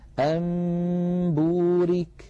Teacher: الأمر بمنتهى البساطة، إن جاءنا نون ليس عليها حركة وفوقها ميم صغيرة، بدل أن ننطقها نون ننطقها ميم مع تطويل الغنة · Term: القلب